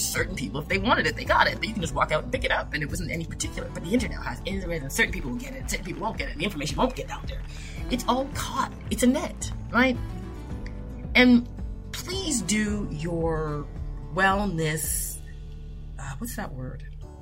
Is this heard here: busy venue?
no